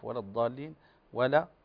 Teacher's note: أفخم الضاد هنا، وكذلك أرقق اللام